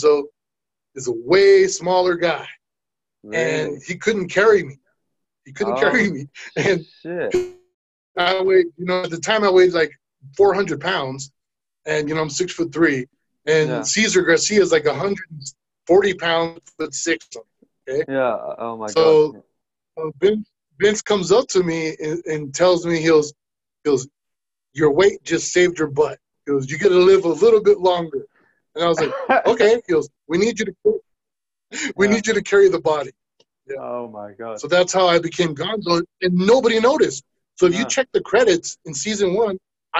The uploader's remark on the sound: (Please note: The sound quality is a little poorer due to a bad internet connection).